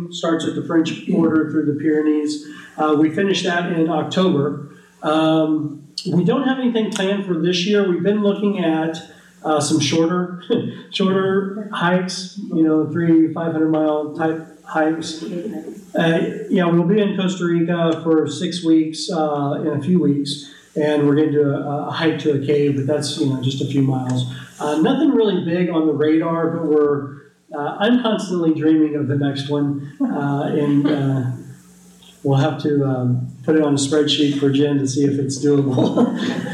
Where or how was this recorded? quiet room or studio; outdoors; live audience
live audience